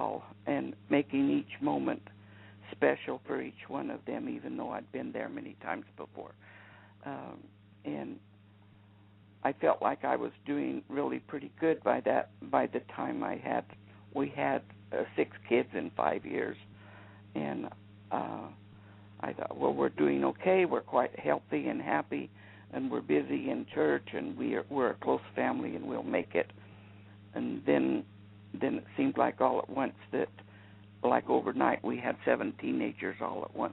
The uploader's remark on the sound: A special guest will call